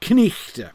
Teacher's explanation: You pronounce the K and the N, and you do the H on the GH, so the thing is pronounced knichte.